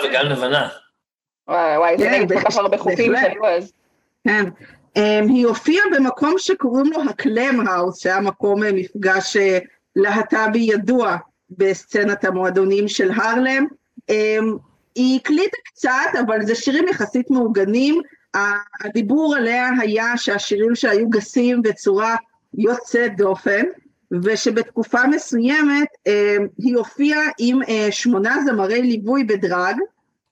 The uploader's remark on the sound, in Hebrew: הקלטת הפרק התרחשה בזום ולכן האיכות לא בשיאה.